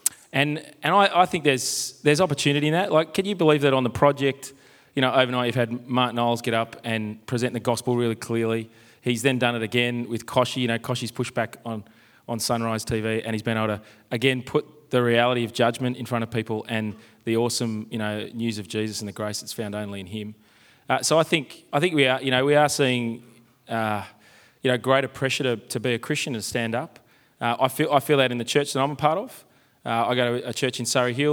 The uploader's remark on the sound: Live from Multiply and Reach Australia